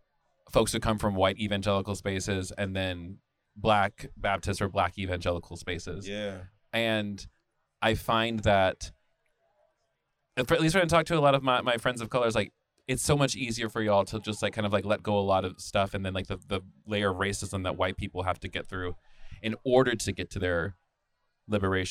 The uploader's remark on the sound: This convo was LIVE at reds beer garden ATL earlier this year.